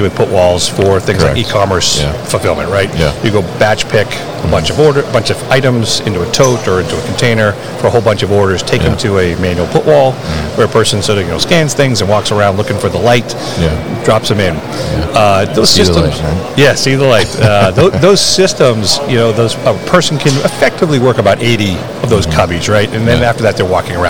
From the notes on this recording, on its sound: Berkshire Grey at MODEX 2022. Live from the booth at MODEX.